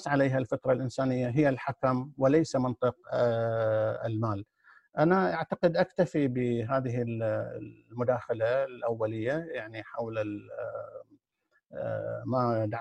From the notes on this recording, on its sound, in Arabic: قناة أهل الكهف على برنامج Zoom. قناة أهل الكهف على برنامج Zoom.